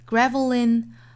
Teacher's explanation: dark L 后面遇到元音，这个时候 dark L 变 lightL，所以读的时候要把这个小小的 l 的音带出来